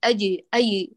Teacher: أتكئ على جانبي الوسط فيختلط الصوت بالياء